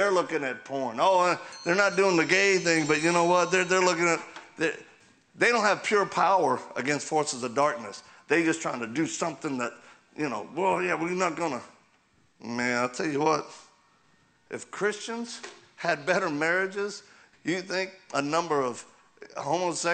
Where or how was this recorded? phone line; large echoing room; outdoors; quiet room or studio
large echoing room